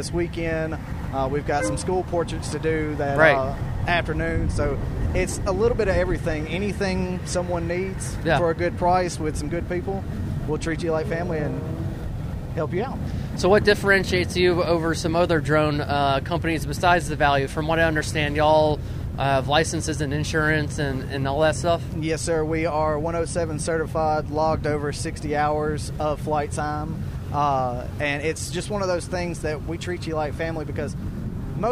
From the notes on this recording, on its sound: LIVE from Caffeine and Octane. Broadcasting LIVE from the Pro Business Channel studios in Atlanta.